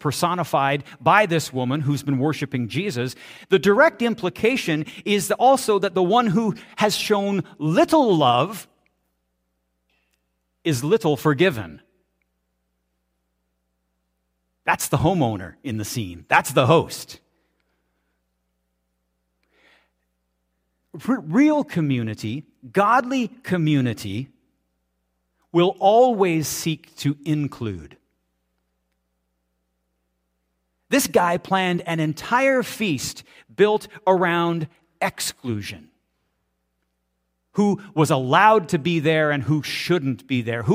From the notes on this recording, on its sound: This is audio taken from the March 5, 2023 Sunday sermon at FBC Charlottetown PEI Canada.